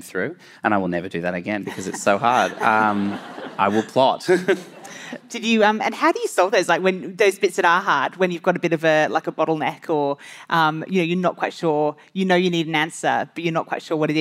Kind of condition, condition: setting, live audience